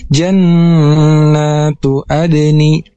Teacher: nun bertasdid yang dimana hukum tajwidnya yaitu genah, dibaca dengung dua harokat. Harus ditahan dulu dua harokat.